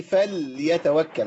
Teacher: فخد بالك لابد من تسكين اللام